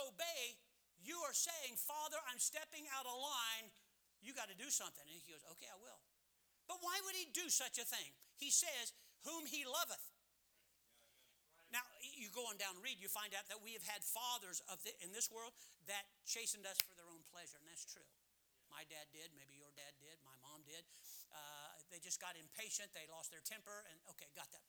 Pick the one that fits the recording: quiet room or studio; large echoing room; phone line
large echoing room